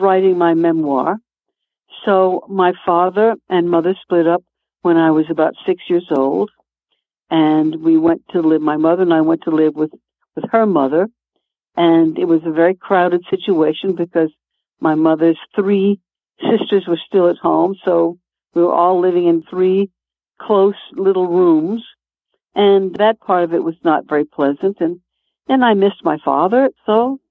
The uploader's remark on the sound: It was a very magical moment when she called in to chat for a few minutes.